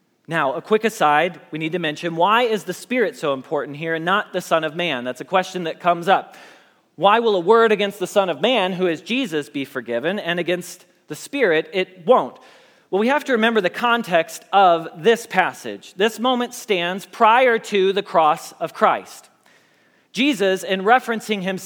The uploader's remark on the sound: Message Preached at Valley Creek Church